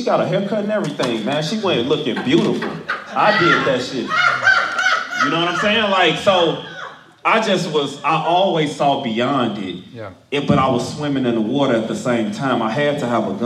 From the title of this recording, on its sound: from Live Event